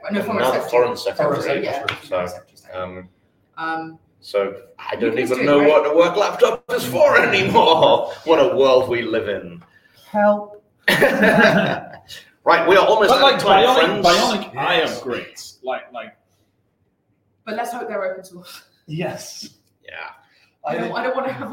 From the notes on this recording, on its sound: Live from NDC London. Apologies for the audio quality on this one, it wasn't the ideal recording environment.